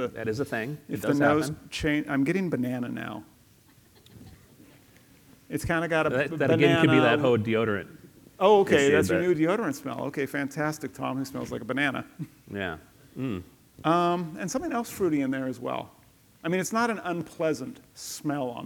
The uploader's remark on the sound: Live from Austin, Texas. Live on stage, from HyperConnect 2023.